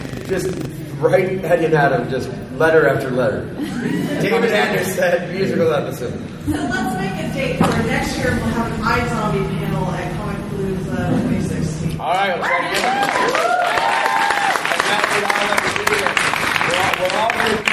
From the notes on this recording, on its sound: exclusive fan panel from Houston Comicpalooza